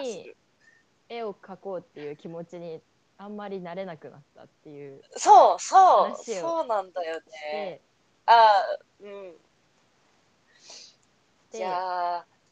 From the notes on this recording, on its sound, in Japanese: 収録トラブルで少し音量が小さかったり、大きかったりしてます